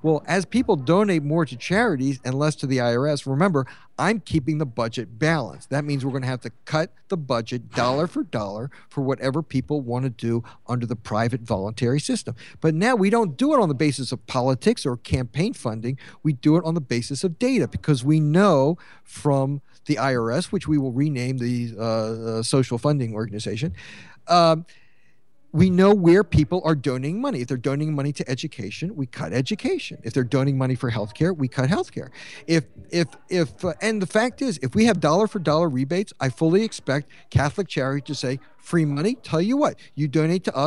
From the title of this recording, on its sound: LIVE POTUS Debate at the Libertarian Party Texas Convention